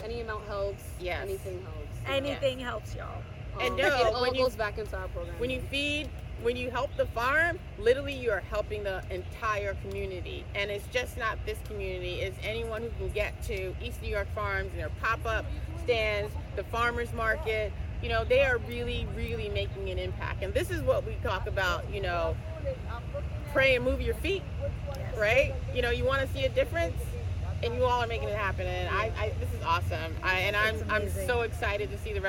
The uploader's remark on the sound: On location at East New York Farms! Located in East New York Brooklyn.